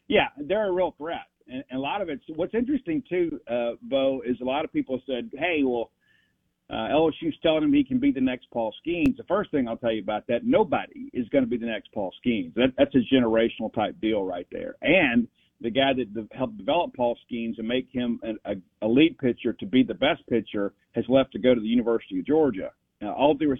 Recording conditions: phone line